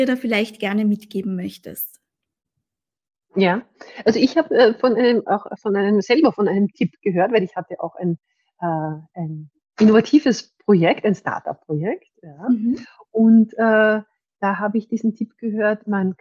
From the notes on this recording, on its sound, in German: Das Interview wurde als LinkedIn Live durchgeführt